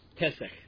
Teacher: A softened guttural at the end.